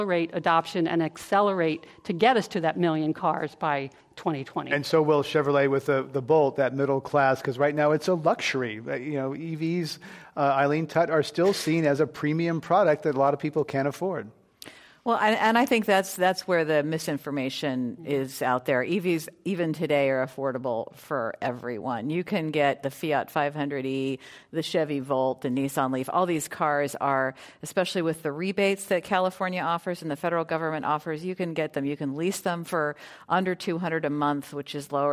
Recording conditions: live audience